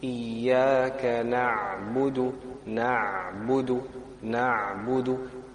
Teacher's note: So we hold the ayn, just hold it.